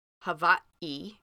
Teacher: there's the glottal stop, you know, like Hawaii